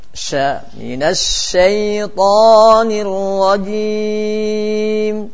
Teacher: Dia harus menyebar ketika pengucapan sya